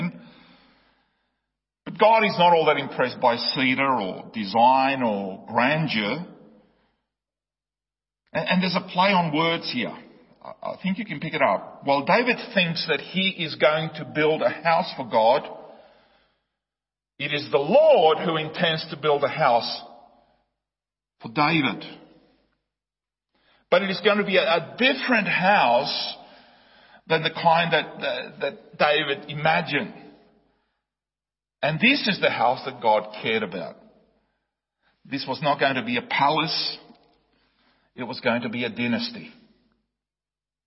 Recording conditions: large echoing room